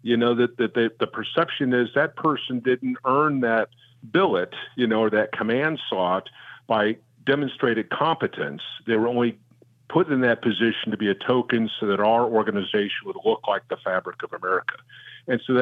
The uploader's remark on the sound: your calls in open phones across America